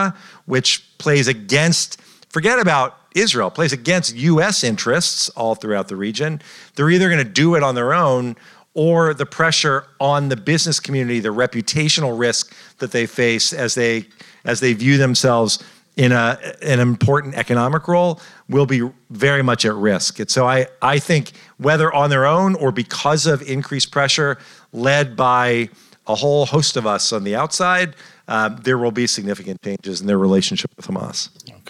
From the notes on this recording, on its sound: Recorded in front of a live audience.